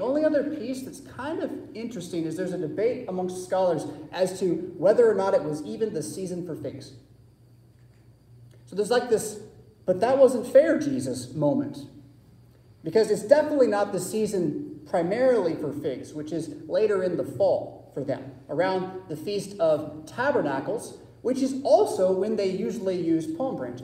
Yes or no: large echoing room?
yes